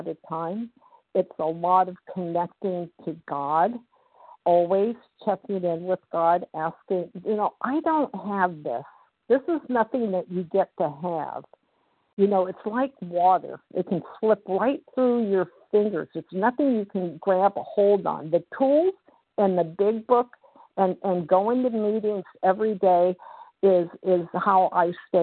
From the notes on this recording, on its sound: 100 Pounders Phone Meeting.